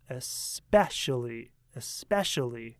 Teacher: the stress is on syllable 2